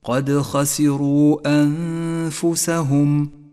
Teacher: النون الساكنة وبعدها حرف الفاء، تخفى النون بالفاء مع بقاء غنة للنون زمنها حركتان · Term: الإخفاء